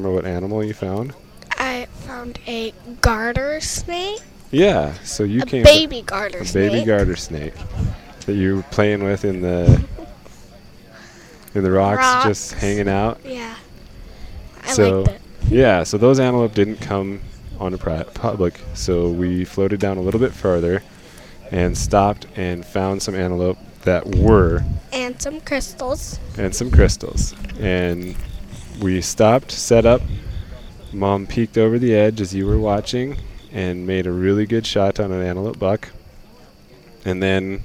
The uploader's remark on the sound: live from the 2022 BHA Rendezvous